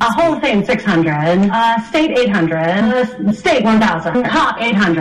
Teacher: has a distinct way of selecting categories, ending her request with a rising intonation · Term: Upspeak